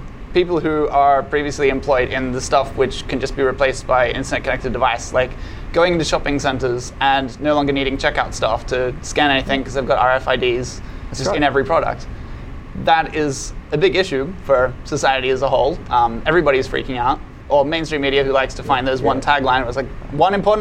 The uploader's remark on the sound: This interview was recorded at CeBIT Australia, the Asia Pacific’s largest and longest running business technology event.